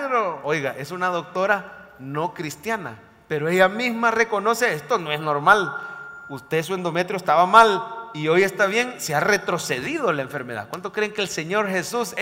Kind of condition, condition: setting, large echoing room